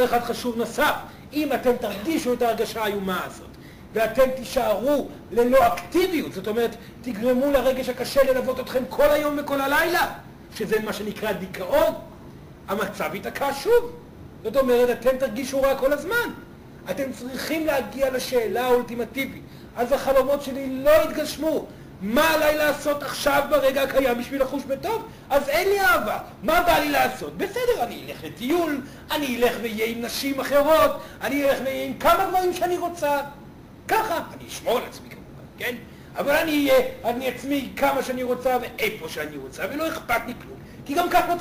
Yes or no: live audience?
yes